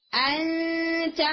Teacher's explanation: यानी आपके इख्फा में टा का हल्का टच आना चाहिए अंता, पीछे से जबान आपकी बिल्कुल स्ट्रेट है, अगर आप पीछे